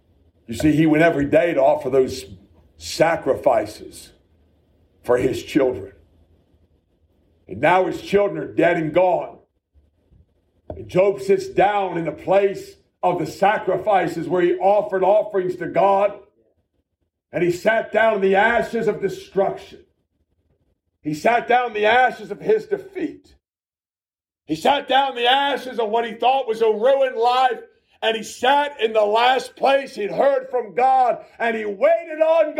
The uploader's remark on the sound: A message preached at the Shippensburg Independent Baptist Church.